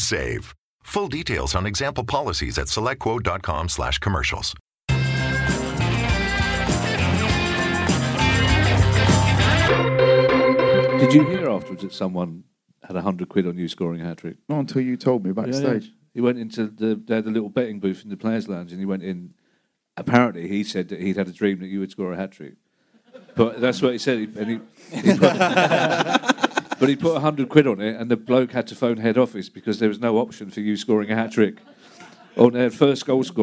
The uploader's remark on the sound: We are back on stage at a sold out Streatham Space Project